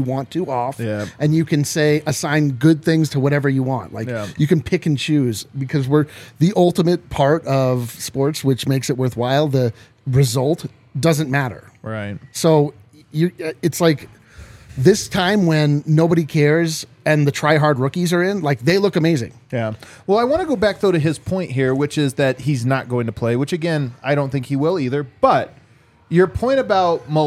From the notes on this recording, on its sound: LIVE from the DNVR bar